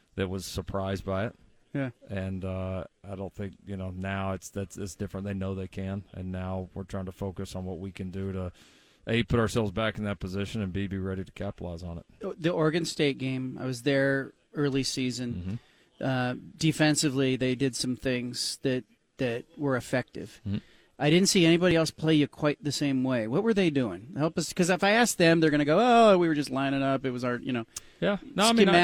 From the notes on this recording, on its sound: at Pac-12 Media Day in Las Vegas